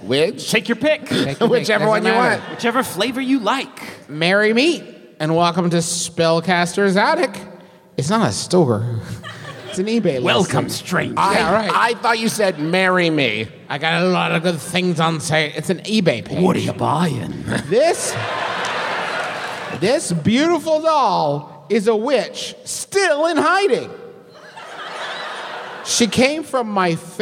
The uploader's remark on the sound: We present to you our big, wild live show from Atlanta!